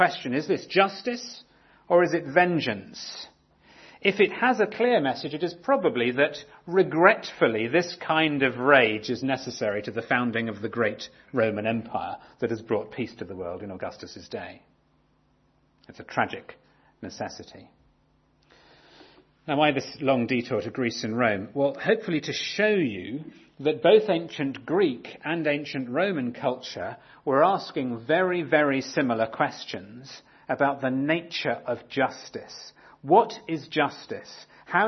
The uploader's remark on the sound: talk on the murder of Abel in Genesis 4 from our 2017 conference